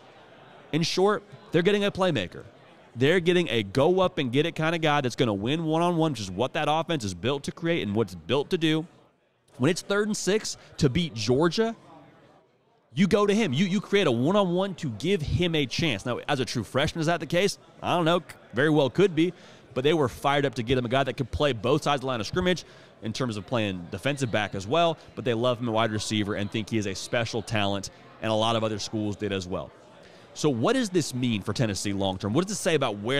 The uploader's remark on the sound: we are LIVE from SEC Media Days!